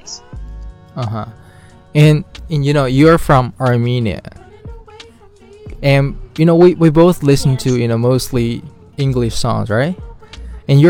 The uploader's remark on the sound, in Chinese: 这一期我的部分可能音质稍微有点杂音，因为我在户外录的